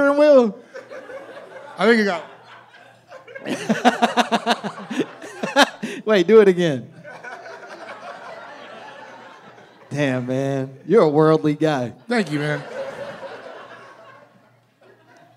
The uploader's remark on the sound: My Momma Told Me Live from LA!